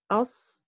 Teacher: الصاد والسين والزاي تخرج من أسلة اللسان، قلنا أو رأس لسان أو منتهى طرف لسان. · Term: حروف أسلية